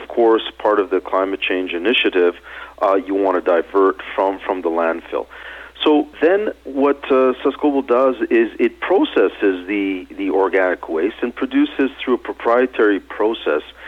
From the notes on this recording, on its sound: called in to SmallCapVoice